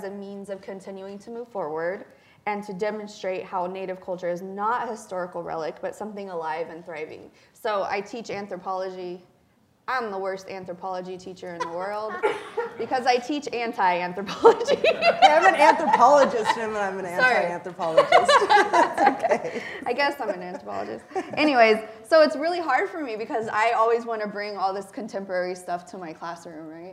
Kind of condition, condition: setting, live audience